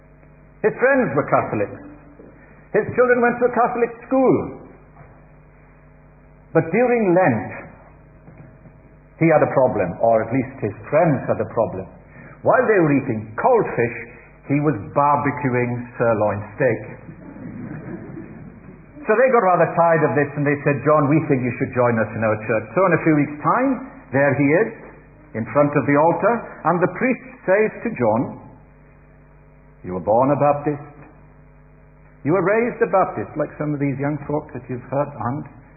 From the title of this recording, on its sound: Easter Celebration Baptismal Service - Audio